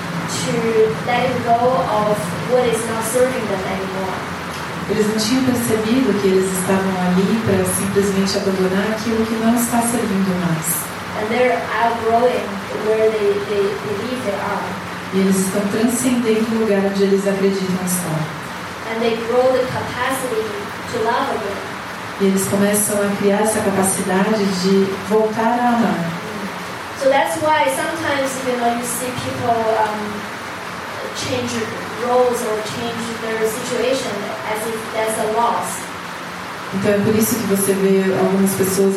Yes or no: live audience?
yes